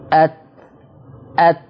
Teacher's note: التاء تتميز انه بيخرج عليها هوا، أت أت، لما يخرج الهوا يخرج التاء. · Term: همس